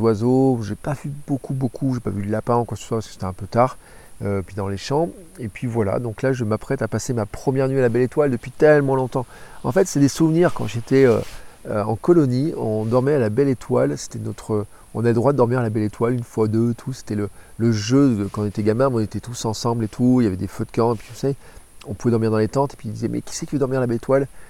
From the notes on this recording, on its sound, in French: Un épisode enregistré juste avant de dormir à la belle étoile à Chagny à côté de Nevers au bord du canal latéral de la Loire